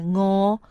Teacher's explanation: เสียงพยัญชนะดังเสียงก้องเกิดอยู่เพดานอ่อน